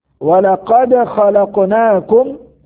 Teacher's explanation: قلقلة الدال والقاف لأنهما من حروف القلقلة